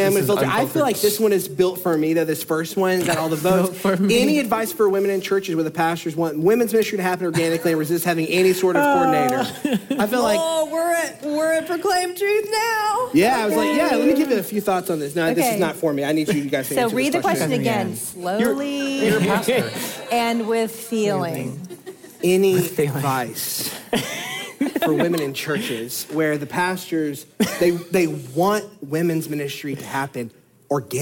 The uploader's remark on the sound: Live from the Proclaim Truth Conference.